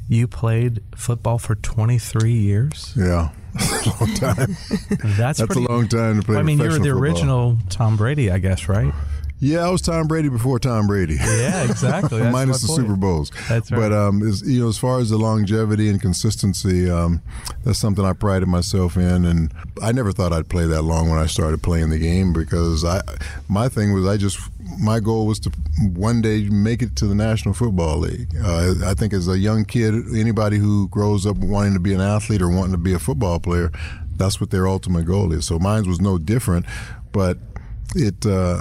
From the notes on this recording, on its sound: Live from the Pump Brothers Charity event in LA